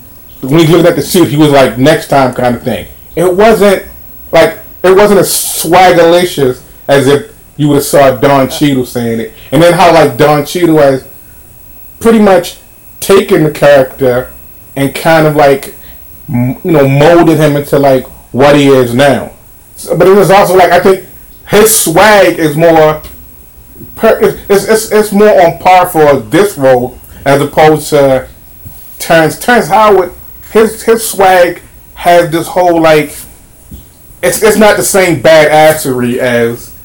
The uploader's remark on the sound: This was recorded in Summer of 2020, still trying to figure out how to record remotely in a pandemic. Please pardon the audio.